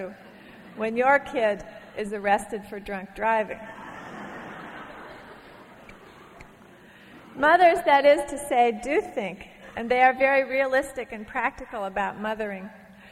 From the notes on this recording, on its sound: from a Portland Arts & Lectures event in 1991